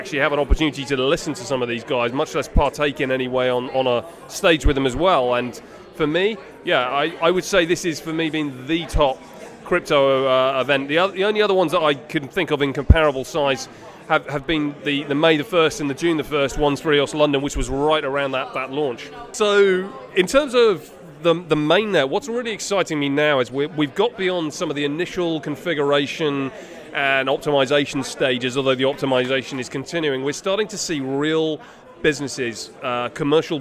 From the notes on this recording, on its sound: In today's episode comes to you live from SVK Crypto's biggest event to date